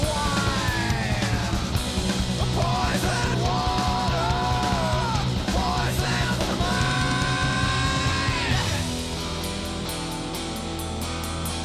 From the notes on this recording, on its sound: Performs in front of a hometown Seattle audience.